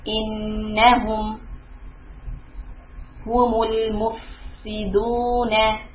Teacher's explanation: coming out of a dhamma, I have to straighten my lips on the meem